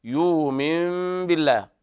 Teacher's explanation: اتفق جميع القراء على تحويل النون إلى ميم مخفى مع الغنة. ويلاحظ هنا تلامس الشفاه تلامسا خفيفا بدون كز، وهذا هو المتفق عليه وهو المعمول به عند القراء. · Term: إقلاب